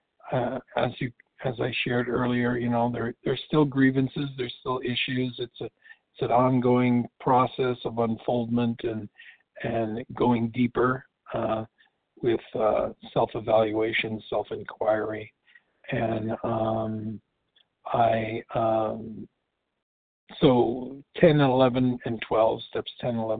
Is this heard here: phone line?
yes